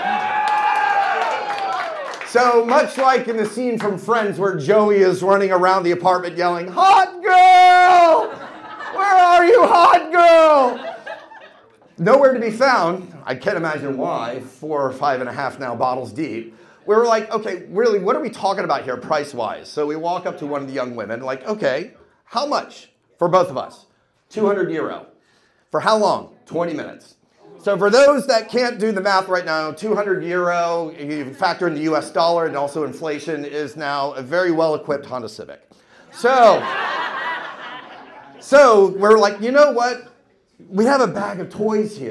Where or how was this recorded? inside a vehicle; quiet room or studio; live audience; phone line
live audience